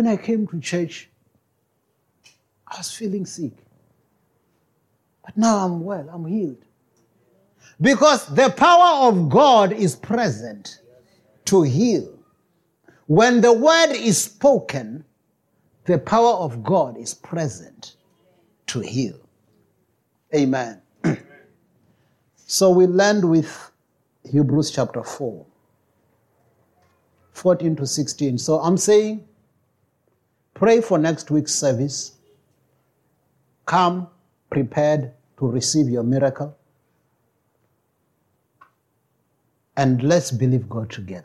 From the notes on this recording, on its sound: preached at Jesus the Saviour Church, 185 Bobs Way, Eersterivier, Cape Town on 09 July 2023.